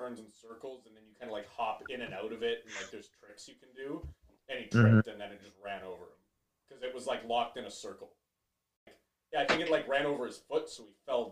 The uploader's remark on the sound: If you listen closely you may even hear us as we try and record a podcast from three different parts of BC! Sorry for the technical difficulties this week.